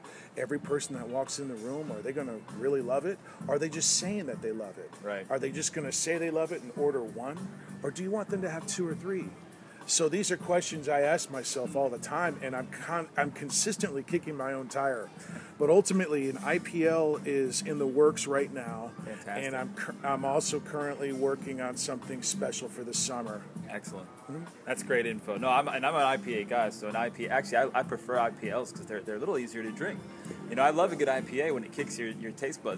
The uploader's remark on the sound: LIVE Ulele Spring Brewery